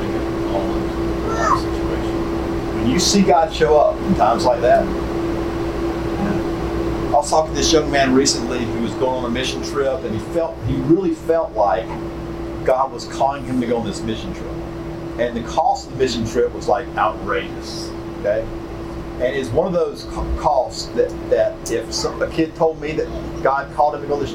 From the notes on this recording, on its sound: Statesboro Breakout Session 1. Georgia Baptist Mission Board. Note: Audio Quality Issues.